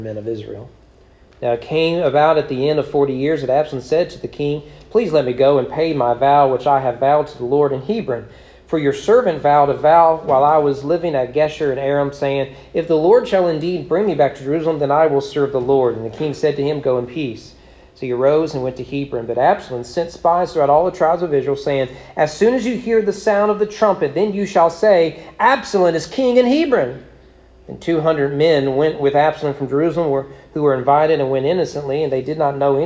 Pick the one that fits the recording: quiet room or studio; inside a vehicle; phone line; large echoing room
large echoing room